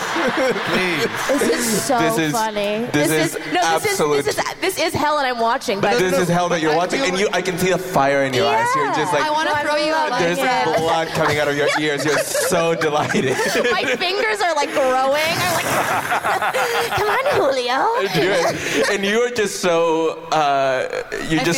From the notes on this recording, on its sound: Our favorite Getting Curious tapings from festivals, tour stops, and even a cruise. This week, cool down with interviews recorded live at Clusterfest and Outside Lands in San Francisco, and Vulture Fest in New York.